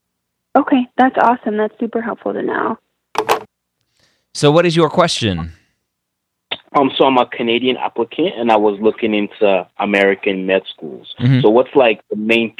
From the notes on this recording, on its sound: got on the phone with several of them to answer their questions